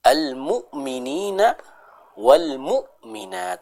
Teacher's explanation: hamzah yang sukun dibaca dengan tahqiq, ya, dengan menjelaskan, menegaskan bacaan hamzah tersebut